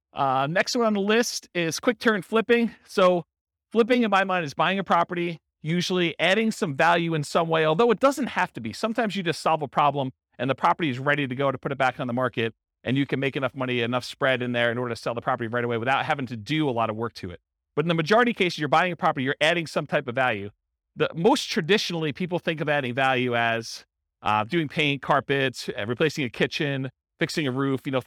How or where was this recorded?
live audience